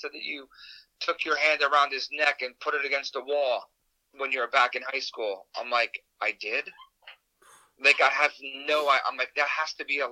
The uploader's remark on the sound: On the phone.